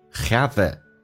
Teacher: never have it 有一个连音。Have it, T 去掉略音